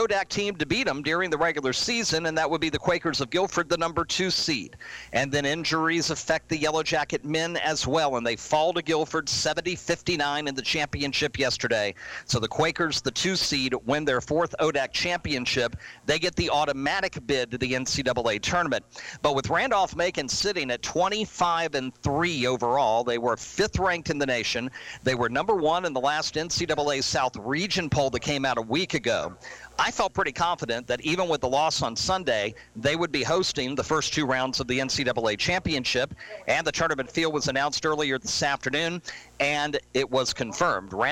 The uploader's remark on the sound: Live from SportsPage Grille Ashland